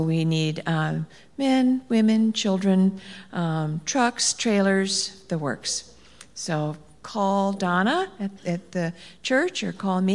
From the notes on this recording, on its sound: Live Worship Service